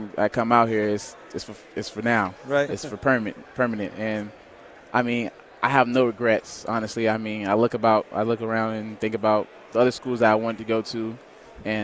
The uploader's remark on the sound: live from Pac-12 Media Day